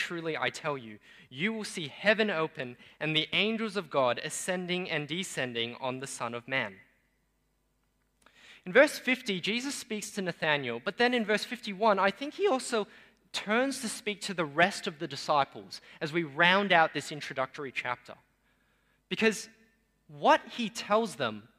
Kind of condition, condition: setting, large echoing room